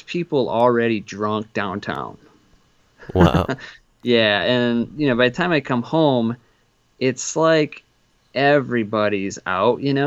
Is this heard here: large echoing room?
no